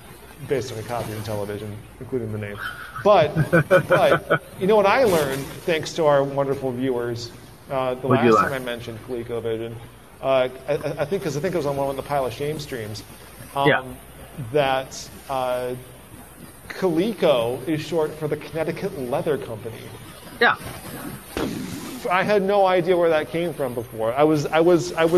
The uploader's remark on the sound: discuss their opinions with each other and the No Brand Con audience